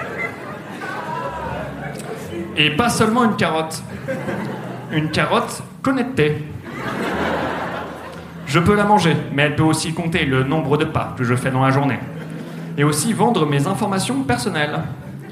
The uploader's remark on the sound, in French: Enregistré en live et en public à la Bellevilloise à l'occasion de la soirée spéciale Noël du One More Joke le 18/12/2018.